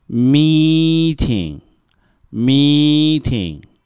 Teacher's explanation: 那么英语发音的时候呢啊，有鼻音啊，能够听得出有比较重的鼻音